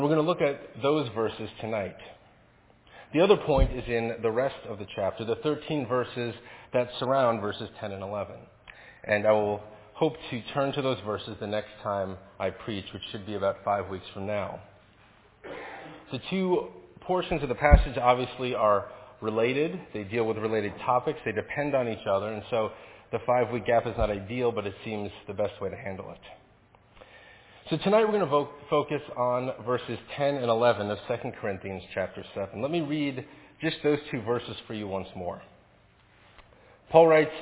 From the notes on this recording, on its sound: Faith Presbyterian Church – Evening Service